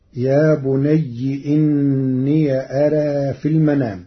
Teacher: أما كلمة إني ففتح ياء الإضافة مع تقليل الألف في كلمة أرى إلى الياء